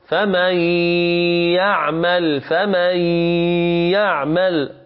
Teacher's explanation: ونون ساكنة وبعدها ياء مباشرة ندغم مع غنة، نقول فمن يعمل، فمن يعمل، هو قال إدخال النون في الحرف الذي بعدها بحيث لا تنطق بها بل تنطق بالحرف الذي بعدها مشددا. · Term: إدغام بغنة